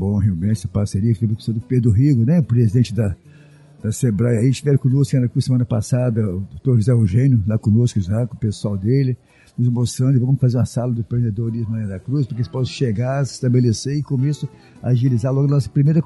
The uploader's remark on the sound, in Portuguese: Episódio gravado no evento "Seminário de Novos Gestores".